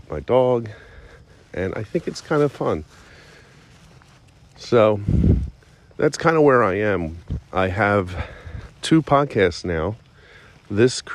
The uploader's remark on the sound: I record the entire podcast while walking my dog